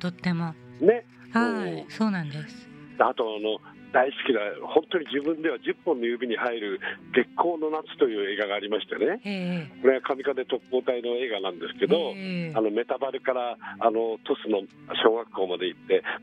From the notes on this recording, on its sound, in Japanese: 電話インタビュー